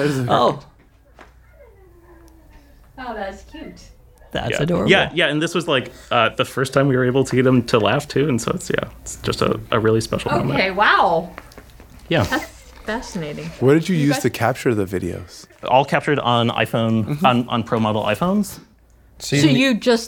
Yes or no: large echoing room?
no